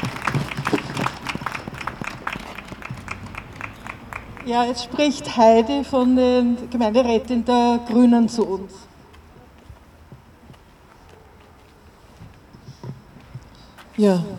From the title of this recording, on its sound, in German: O-Ton] Februargedenken am 20. 2. 2021 vor dem Goethehof in Wien-Kaisermühlen